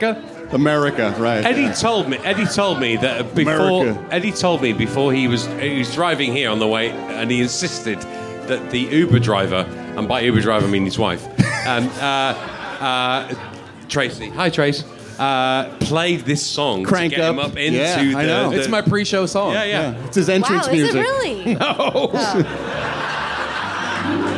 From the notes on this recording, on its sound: LIVE At The Improv. SOLD OUT recording of #TheRalphReport - LIVE on Saturday night.